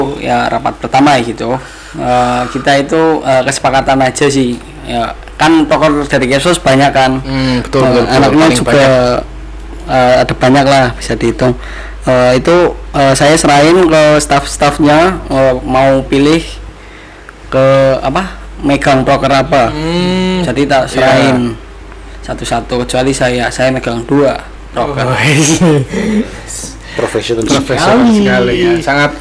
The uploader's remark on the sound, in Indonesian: (Maaf audio agak cliping/pecah)